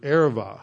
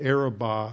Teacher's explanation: it's a soft B, so it's pronounced like a V · Shown in: first take · But it is usually pronounced today the Araba.